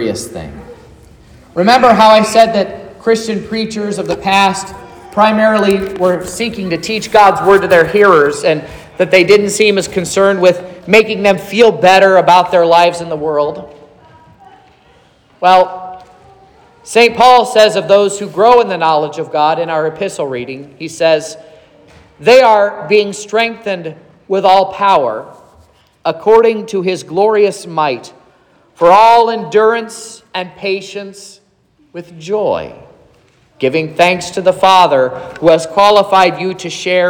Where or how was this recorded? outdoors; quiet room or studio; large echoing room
large echoing room